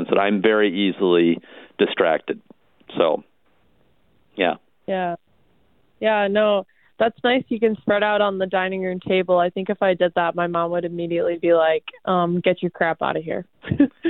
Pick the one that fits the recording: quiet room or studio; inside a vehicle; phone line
phone line